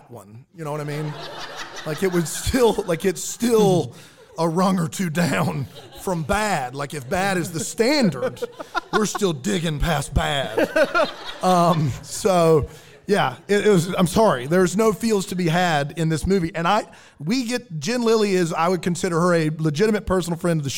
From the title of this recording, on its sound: LIVE from Greenville, SC